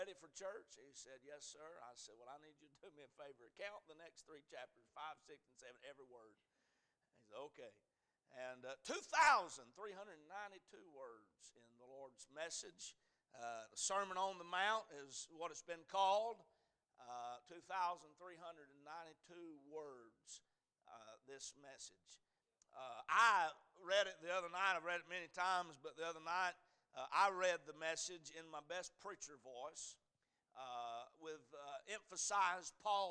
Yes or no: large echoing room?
yes